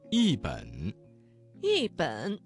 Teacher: 这个词当中的一字在三声之前变成了四声